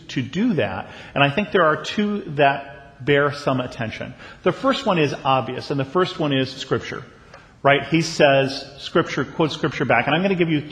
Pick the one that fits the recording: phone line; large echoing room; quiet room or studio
large echoing room